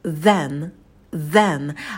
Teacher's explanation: Первый элемент – это межзубный звук «th», кончик языка между зубами, и выдыхаем воздух с голосом